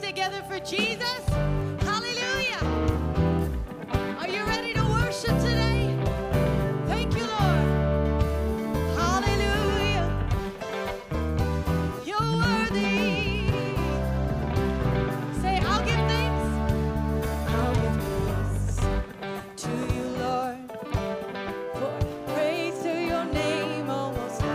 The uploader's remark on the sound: Regeneration Nashville Live!